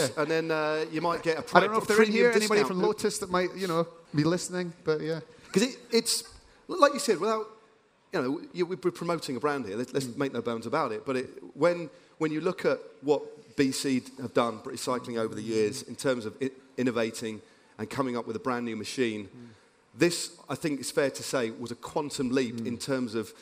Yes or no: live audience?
yes